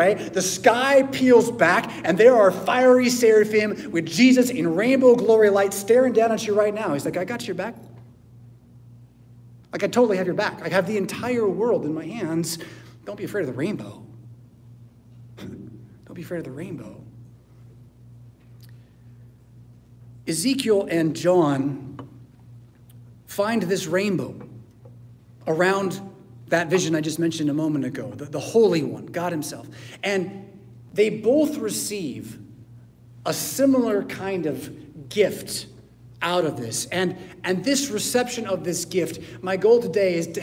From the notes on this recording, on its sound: Preached at St Paul Lutheran Church , Rockford, Illinois on Sunday July 23rd, 2023.